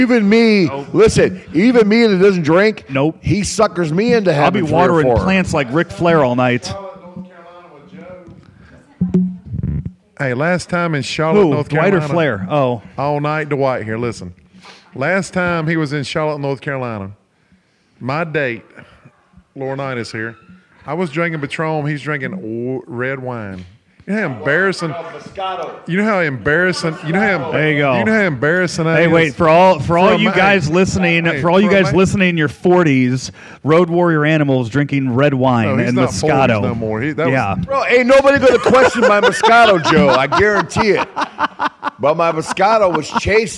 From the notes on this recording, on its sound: Live from New Orleans, WrestleMania 34.